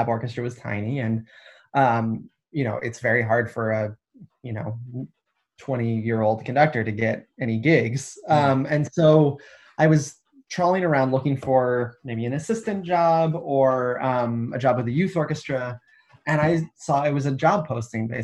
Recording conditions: video call